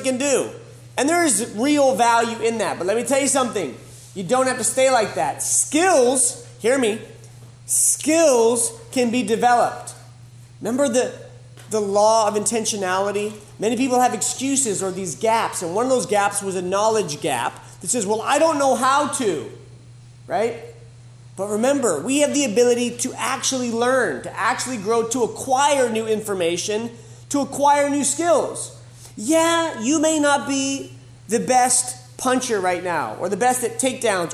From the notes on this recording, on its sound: This was originally recorded live at The School of Warrior Arts annual Camp R.A.W.